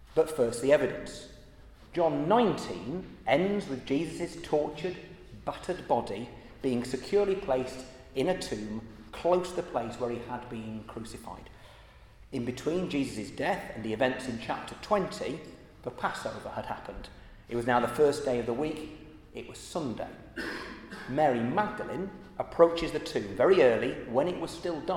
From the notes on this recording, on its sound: at the Christians in Parliament Easter Celebration Service on Tuesday 18th April 2023 in the Chapel of St Mary Undercroft.